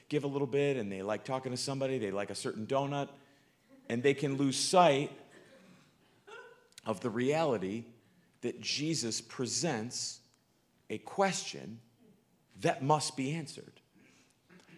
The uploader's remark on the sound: Live from good news in the neighborhood, a new church. In the nw suburbs of chicago.